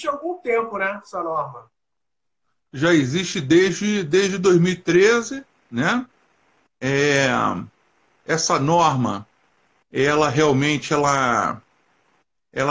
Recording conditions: video call